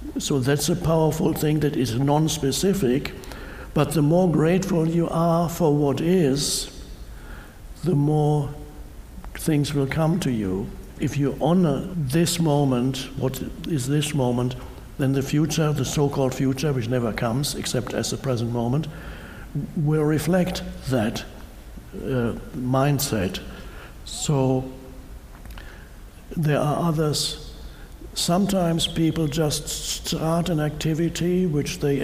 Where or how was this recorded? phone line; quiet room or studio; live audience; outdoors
live audience